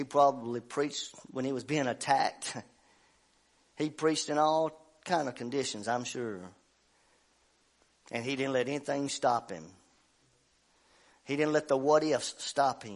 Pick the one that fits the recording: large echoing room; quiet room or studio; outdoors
large echoing room